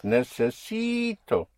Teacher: You have a vowel at the end, so you push down on the syllable before last, on the penultimate syllable, which makes it necessi.